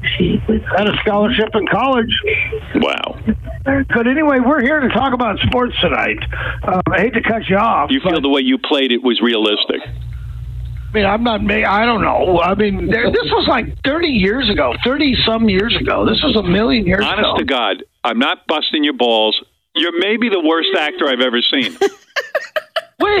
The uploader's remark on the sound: New Phony Phone Call.